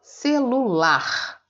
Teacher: O lar é mais forte. Celu é o mais fraco, são átonas. · Term: sílaba tônica